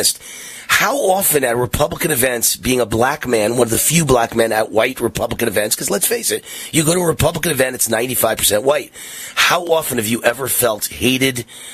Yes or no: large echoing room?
no